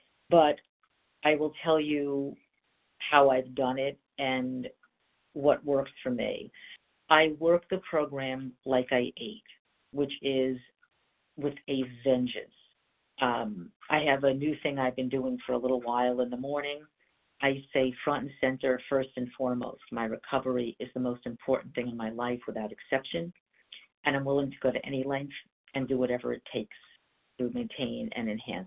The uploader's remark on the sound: from the 100 Pounders Phone Meeting